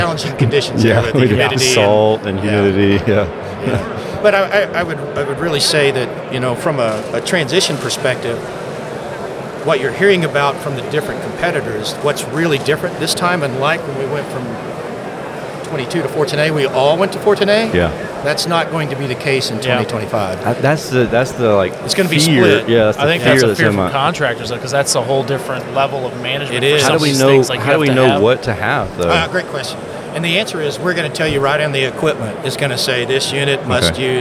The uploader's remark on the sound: We recorded this episode live while at the AHRexpo 2022 in Las Vegas. There is some background noise, but the content is worth the listen!